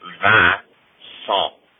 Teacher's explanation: And in English, the word Vincent, the emphasis is on the first syllable, Vin, but in this case, the emphasis is on the second syllable